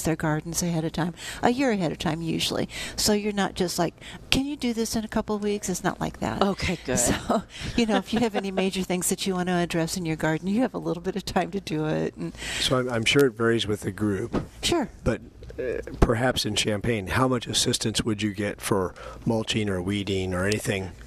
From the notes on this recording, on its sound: Live at Prairie Gardens.